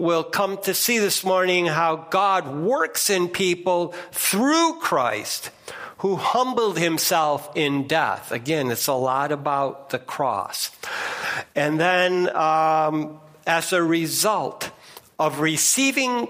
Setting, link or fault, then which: setting, large echoing room